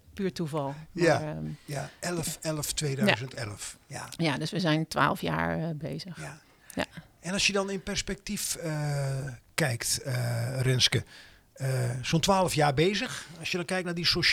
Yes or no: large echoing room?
no